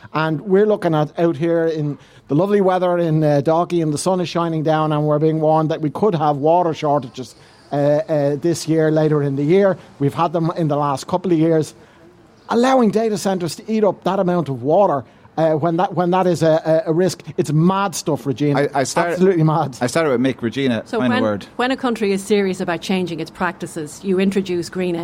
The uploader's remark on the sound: The series continued LIVE in The Queens Bar in Dalkey.